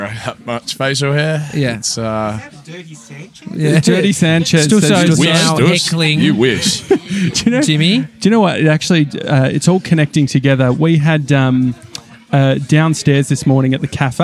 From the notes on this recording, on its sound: Live From Easey's Train Carriage. It's our first live audience for FAT FRIDAYS at Easey's — a burger joint on Easey Street!